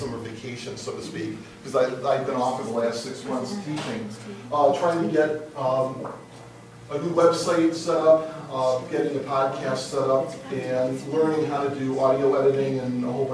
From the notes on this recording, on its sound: The class sessions were recorded during Sunday School at Troy Christian Chapel in Troy, Michigan.